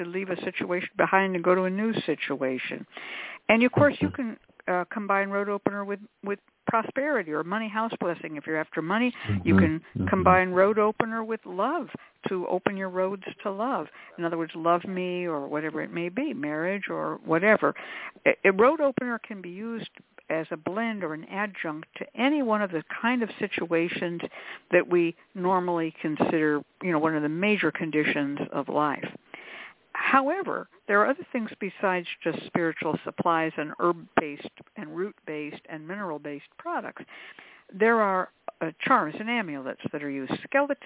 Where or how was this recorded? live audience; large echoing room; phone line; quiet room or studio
phone line